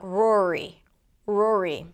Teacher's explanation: we tend to keep the tongue up And then the entire word sounds muffled